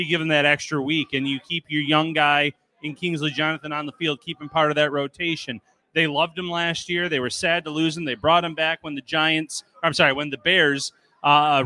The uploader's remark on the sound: live from Wingnutz North Buffalo at 700 Military Rd.